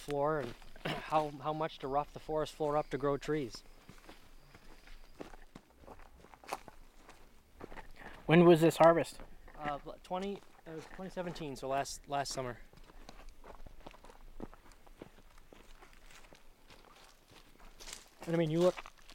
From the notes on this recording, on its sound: These are recorded "in the field" in pickup trucks on dirt logging roads, walking in the woods, and by lakes and rivers. Part 2 of our conversation out in the woods. The Appalachian Mountain Club's 74,000 acres of conservation land in the heart of Maine's 100-Mile Wilderness.